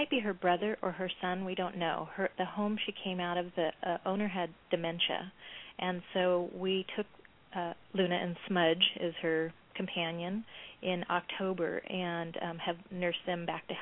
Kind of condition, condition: link, phone line